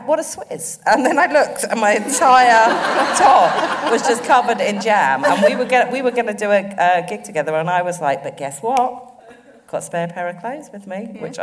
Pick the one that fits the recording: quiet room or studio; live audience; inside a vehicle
live audience